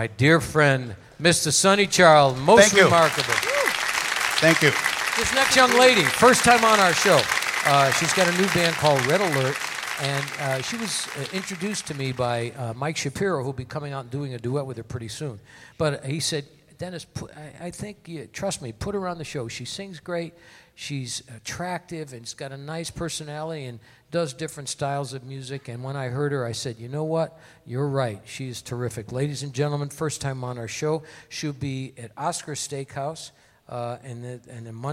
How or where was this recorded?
busy venue